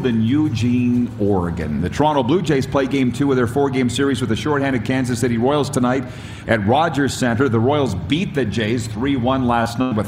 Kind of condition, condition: setting, busy venue